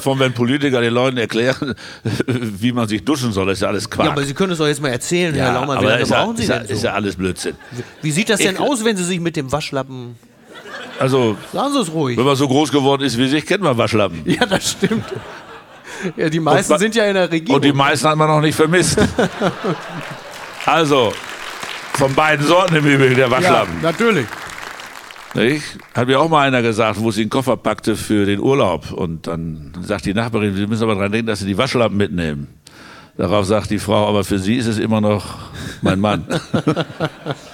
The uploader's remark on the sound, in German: Schützenfest & flauschig - live aus Dortmund